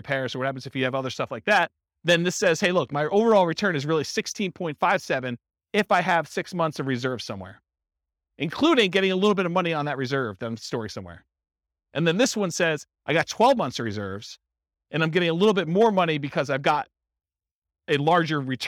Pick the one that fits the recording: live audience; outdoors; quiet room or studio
live audience